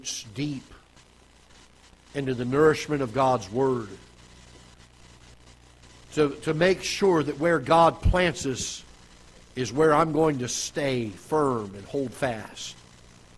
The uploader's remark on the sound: Ketha Heights Baptist Church ~ Live Broadcast